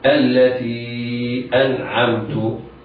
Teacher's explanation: النون في أنعمت ساكنة بعدها العين حكم إظهار الحلقي، وعلى القارئ أن يحترز من قلقلة النون أو السكوت أو تحريكها أو السكت عليها، يقرأها الثالثة هكذا.